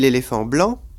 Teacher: quand je dis l'éléphant blanc, tout d'un coup, l'accent est passé sur blanc · Term: désaccentuation